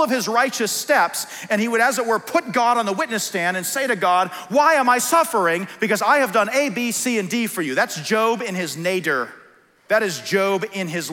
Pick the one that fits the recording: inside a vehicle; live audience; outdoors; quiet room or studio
live audience